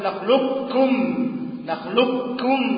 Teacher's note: وفي عندنا القراءه الاخرى ادغام القاف بالكاف